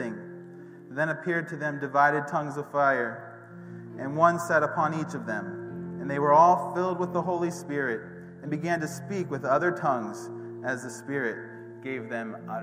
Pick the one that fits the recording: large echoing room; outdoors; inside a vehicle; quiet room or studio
large echoing room